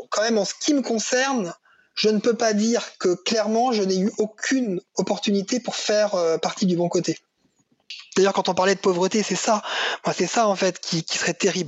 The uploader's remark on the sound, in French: Cet épisode a été réalisé le 27 mars 2020 en visioconférence.